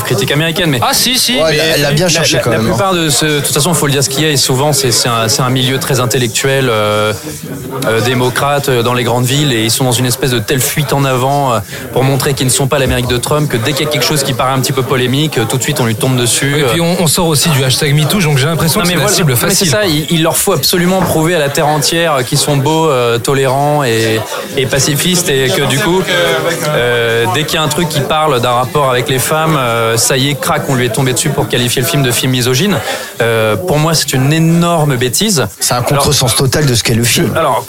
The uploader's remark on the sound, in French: Enregistré au Hurling pub (8 Rue Descartes, 75005 Paris), le samedi 12 janvier 2019.